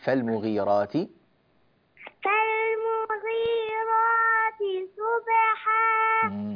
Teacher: صبحا بيني الصاد، لا تقولي صبحا كأنها سين، ها صو فخمي.